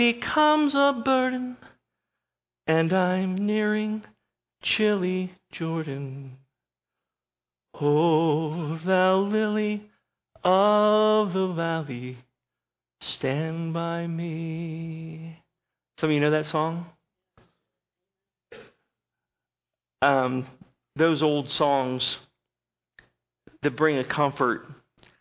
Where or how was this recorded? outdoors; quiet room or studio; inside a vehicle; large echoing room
large echoing room